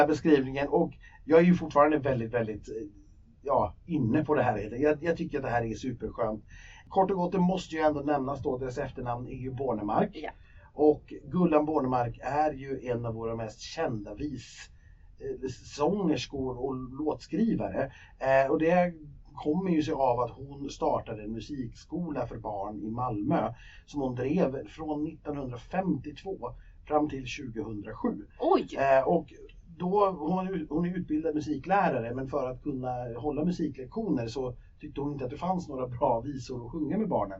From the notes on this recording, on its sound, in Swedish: Denna vecka har vår inspelning drabbats av ett missöde och ljudkvalitén på avsnitt och. Tekniken är inte på vår sida.